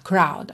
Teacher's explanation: em crowd, o R vem antes da vogal, então vai enrolar